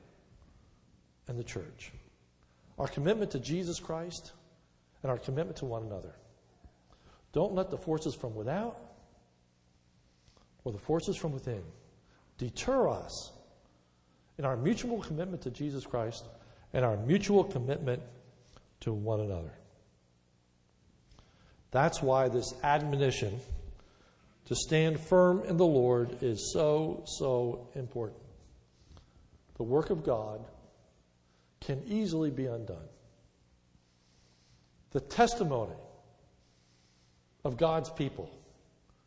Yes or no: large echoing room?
yes